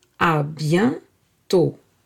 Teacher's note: Bien is nasal. It is pronounced from the nose.